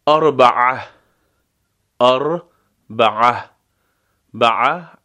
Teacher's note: عین غلیظ از وسط حلق